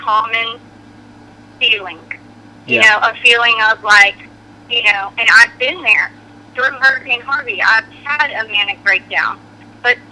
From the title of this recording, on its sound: Good Friends Call